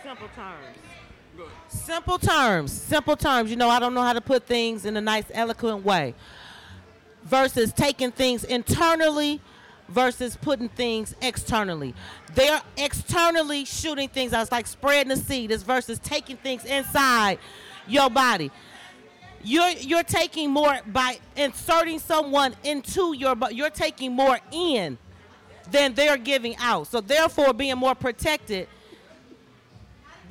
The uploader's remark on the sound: A diverse panel of industry leaders, along with the author sparked quite the conversation with a live audience to discuss topics from the book.